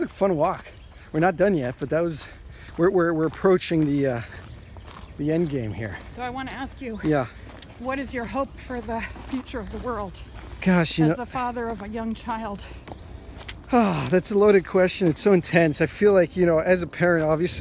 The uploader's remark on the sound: Walking through the Tregaron Conservancy near the Cleveland Park and Woodley Park neighborhoods of Washington, DC. Treagaron Conservancy - Washington, DC.